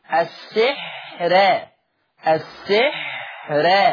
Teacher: قرأ ورش بترقيق الراء وصلا في لفظ السحر